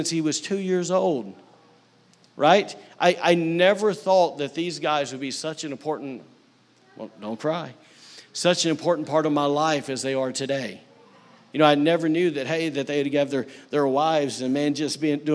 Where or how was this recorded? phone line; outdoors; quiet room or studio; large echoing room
large echoing room